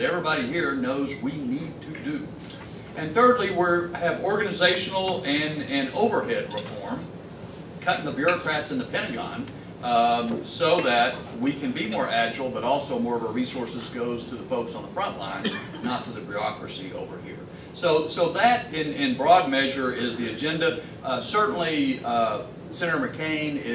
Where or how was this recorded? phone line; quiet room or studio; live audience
live audience